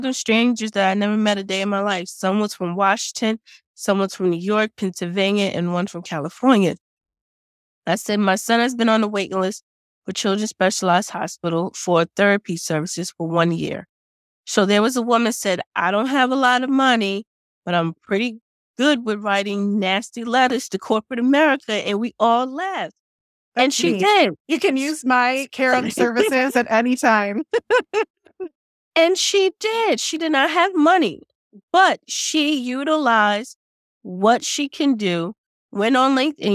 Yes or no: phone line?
no